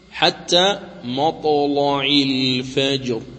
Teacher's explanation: الطاء ساكنة واللام مفتوحة، إذن في كلمة واحدة دون فاصل بينهما توفرت الشروط فتغلظ اللام وجها واحدا